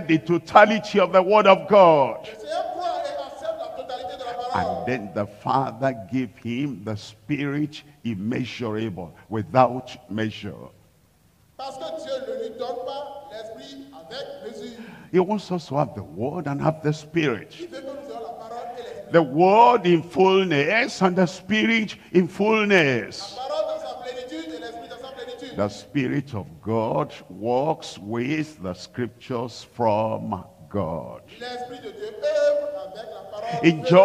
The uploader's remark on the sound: live from Lomé, Togo.